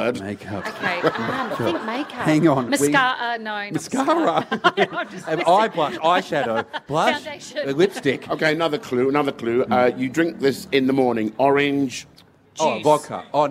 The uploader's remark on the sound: LIVE From The Garden Of Unearthly Delights At Adelaide Fringe. Audience Assisted Music Quiz.